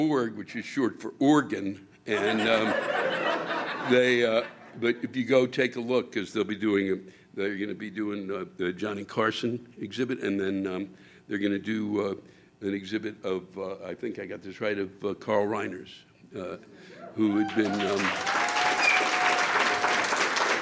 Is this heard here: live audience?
yes